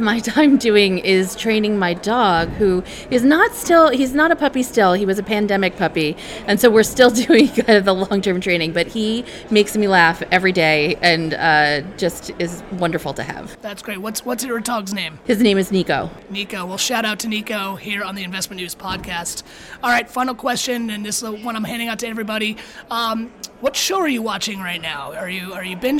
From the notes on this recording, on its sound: Special episode from T3. Straight from the conference floor of T3.